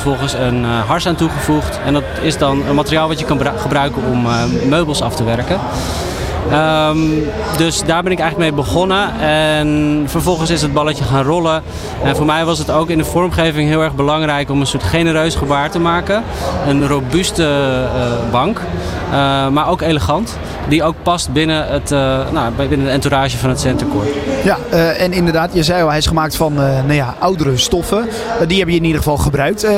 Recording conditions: busy venue